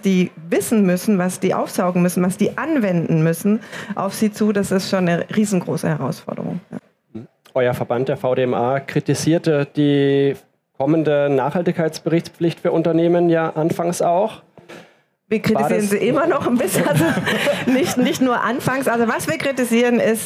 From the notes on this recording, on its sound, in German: auf der Bühne der Frankfurter Buchmesse